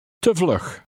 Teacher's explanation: The Dutch V makes a soft F sound.